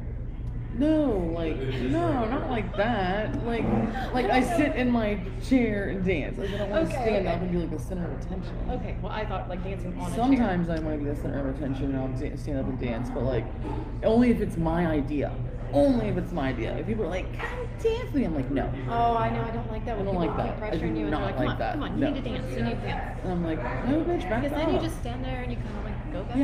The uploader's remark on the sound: LIVE at Blinker's Tavern. Talking Lov in the Cov over brunch.